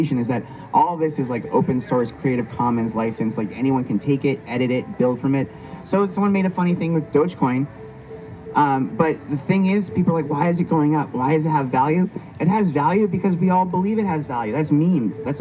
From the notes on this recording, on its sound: We get featured on the sTeVe TV stage at the Lucidity Festival in Santa Barbara, California